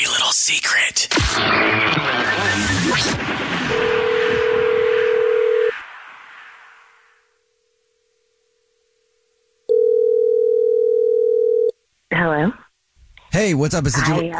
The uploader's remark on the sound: the woman on the phone